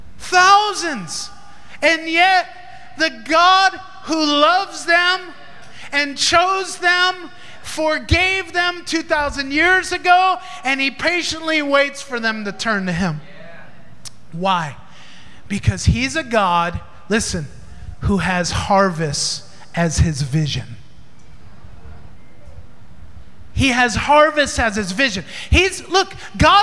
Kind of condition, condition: setting, large echoing room